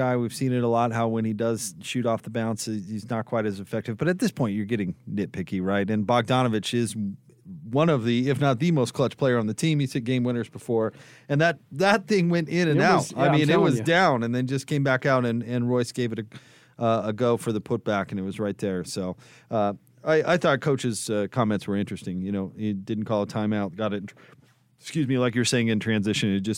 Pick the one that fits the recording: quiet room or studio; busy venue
busy venue